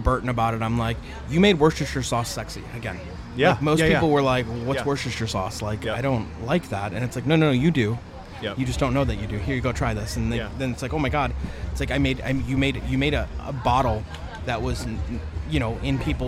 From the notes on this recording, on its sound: We are live from The BBQ LOve Fest in Tampa Florida again sitting down with another amazing pitmaster.